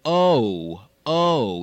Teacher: Again, in American English, the O is a diphthong. Oh, oh. In British, it's a triphthong.